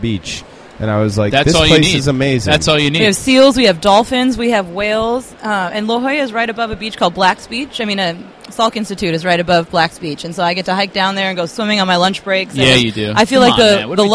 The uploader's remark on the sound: Live Interviews from the ISSCR Conference in Sweden 2015. Our broadcast live from the ISSCR 2015 International Conference from Stockholm, Sweden. On the show, we randomly pull attendees aside.